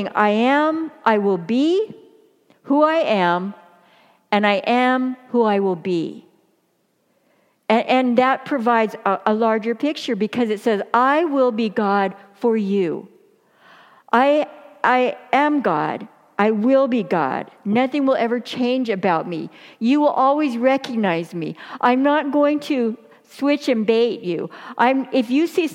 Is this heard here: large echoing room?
yes